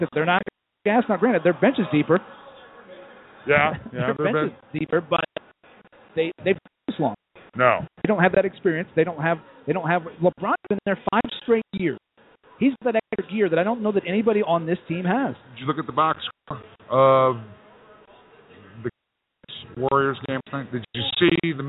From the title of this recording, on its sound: Live from Wrigley Field Bar and Grill